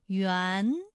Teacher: 园的韵母是乌安，它就是前鼻韵母